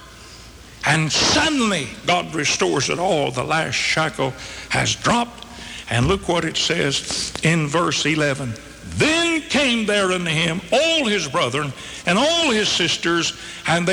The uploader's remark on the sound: This sermon was originally preached on September 11, 1985 at the Northside Baptist Church in Charlotte, NC.